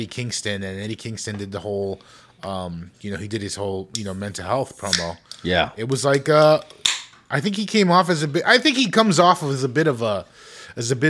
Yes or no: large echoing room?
no